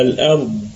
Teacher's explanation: والاستطالة يتدخل اللسان بكامله حال الوقوف على حرف الضاد أو حال سكون حرف الضاد.